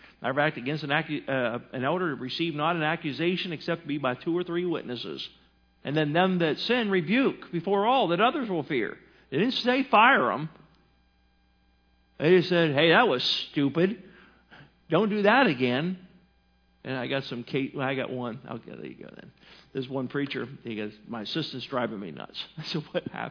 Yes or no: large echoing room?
yes